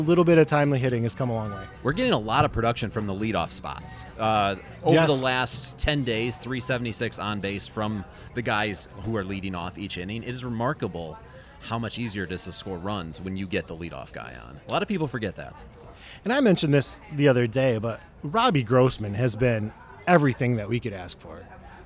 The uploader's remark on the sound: live at Mootz Pizzeria + Bar on Library Street, downtown Detroit